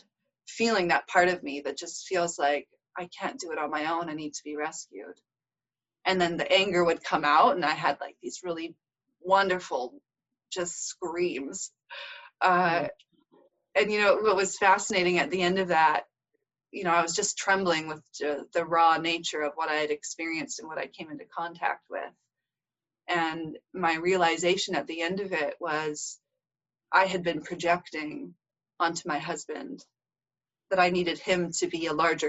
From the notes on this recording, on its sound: connect over Zoom